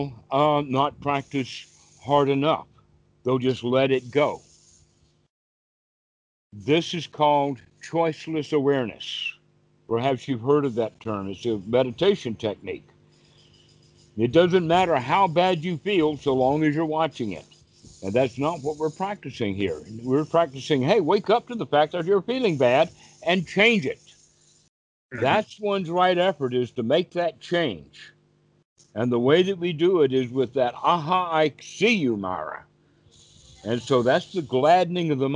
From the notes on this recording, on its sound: skype calls on this channel